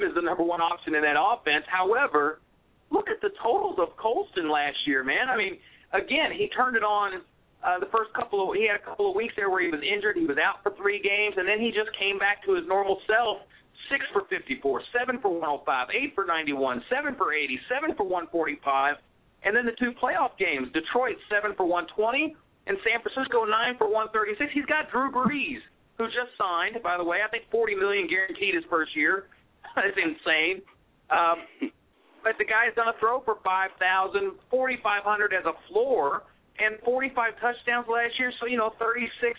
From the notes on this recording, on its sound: a special CALL-IN SHOW